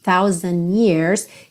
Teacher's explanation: Aqui você não ouve muito o D, não fica thousand years, fica mais thousand years, que é uma coisa comum no inglês americano.